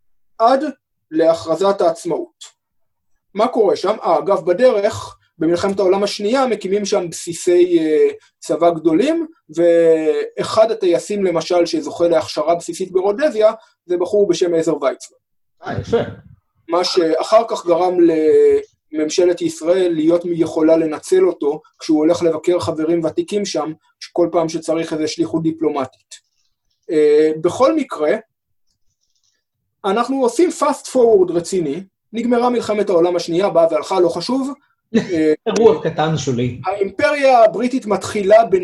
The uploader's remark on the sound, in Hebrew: הקלטה דרך זום